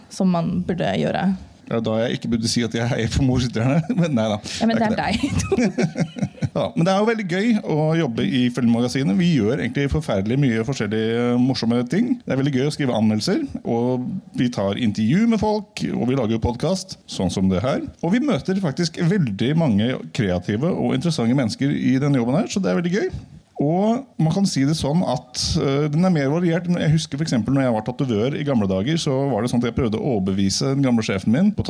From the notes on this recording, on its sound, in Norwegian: Live fra Ramaskrik. Har vært på Ramaskrikfestivalen i Oppdal og har kjørt på med Filmmagasinets aller første live-podcast!